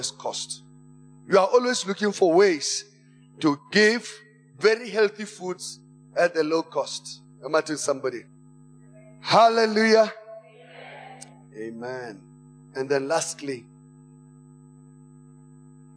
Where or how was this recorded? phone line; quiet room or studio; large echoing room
large echoing room